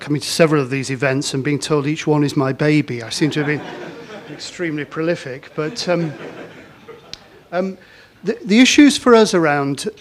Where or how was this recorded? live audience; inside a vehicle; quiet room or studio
live audience